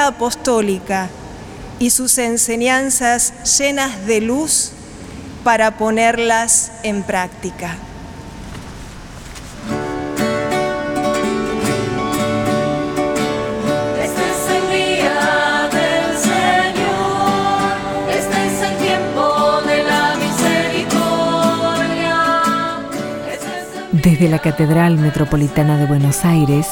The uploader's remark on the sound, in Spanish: Santa Misa celebrada en la capilla de Nuestra Señora de los Dolores en la catedral metropolitana de Buenos Aires, Argentina.